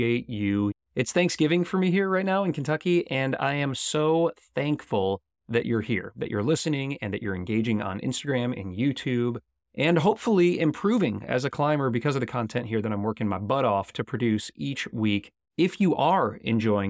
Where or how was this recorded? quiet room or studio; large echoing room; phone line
quiet room or studio